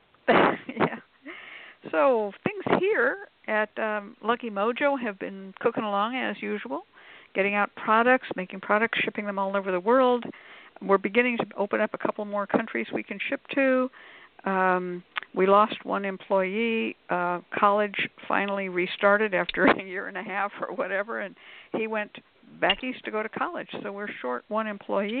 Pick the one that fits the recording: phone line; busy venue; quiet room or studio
phone line